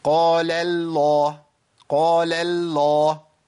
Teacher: أنا جبت اللام الأولى بتاعت قال مرققة، رققتها كويس قوي، بس هيئة الترقيق فضلت معايا للام الثانية